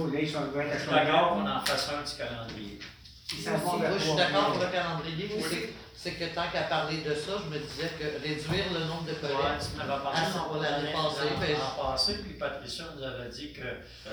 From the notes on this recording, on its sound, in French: Enregistrement de la séance du conseil municipal de Charette du 2 novembre 2020